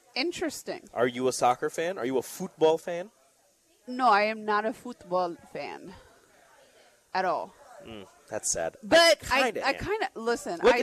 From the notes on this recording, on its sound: Live at Mary Ellen's